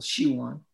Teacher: it's Siwon, accent on the first syllable